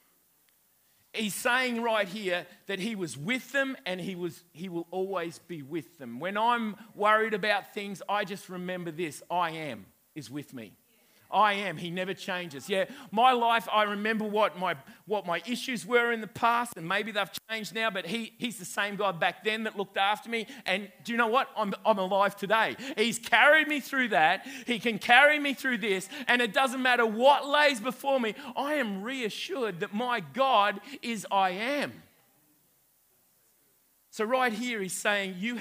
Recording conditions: live audience